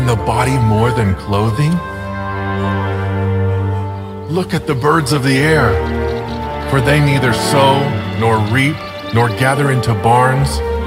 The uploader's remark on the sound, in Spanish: mensaje predicado en vivo desde el Centro Familiar de Adoración CEFADCHURCH